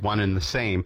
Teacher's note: the D sound in and often disappears whenever we're saying things very quickly. So we say one and the same if we're enunciating each of the letters, but typically when we're talking to our friends, we're just like one and the same.